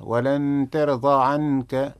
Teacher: النون ولن، نون ساكنة في لفظ ولن عند تاء ترضى، حكمها الإخفاء مع الغنة